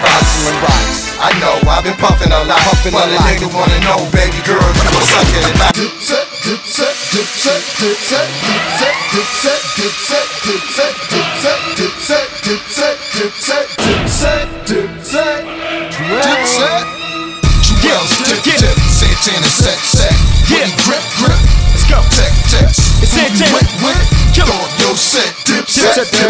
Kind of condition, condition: setting, busy venue